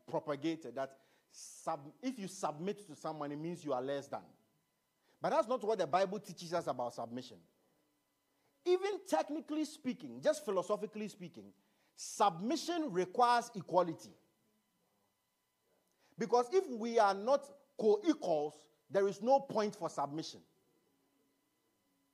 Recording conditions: large echoing room